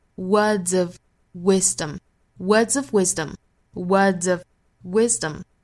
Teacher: 那后面加了这个 z 之后呢，跟前面的 d 一拼，应该是读一个 z, z 的发音，很像我们汉语里面有滋有味滋的那个音哈。所以是 zv, zv,跟后面连读 words of wisdom, words of wisdom, words